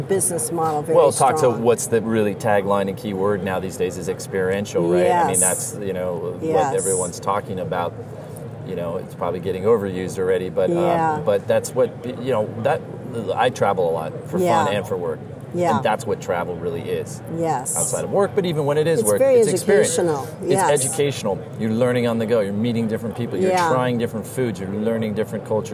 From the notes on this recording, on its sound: Live from ICSC RECON in Las Vegas